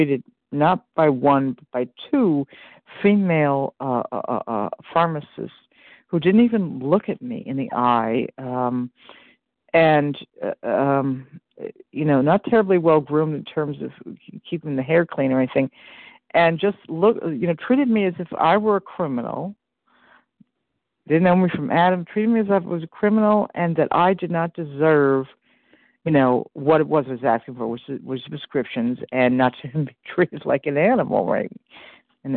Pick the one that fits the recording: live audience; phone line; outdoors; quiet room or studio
phone line